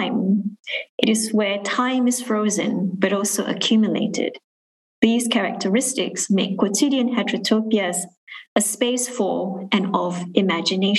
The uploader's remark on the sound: was recorded during a live webinar event